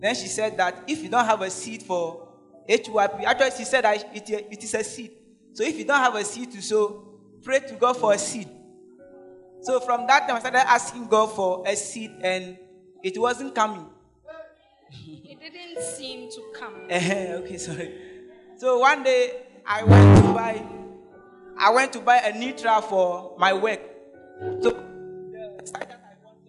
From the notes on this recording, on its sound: Preached At The Fountain of Life Cathedral (The Word Encounter Service).